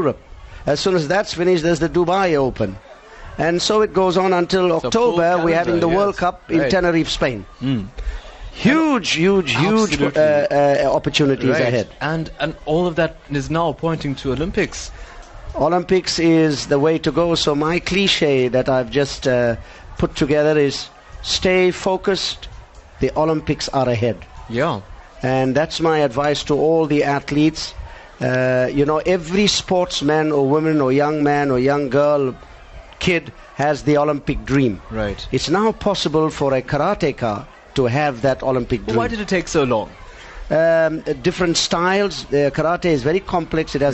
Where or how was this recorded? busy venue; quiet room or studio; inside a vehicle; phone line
busy venue